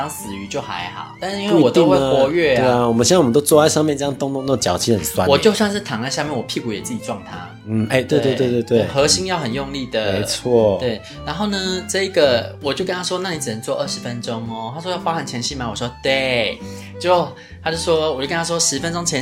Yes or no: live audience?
no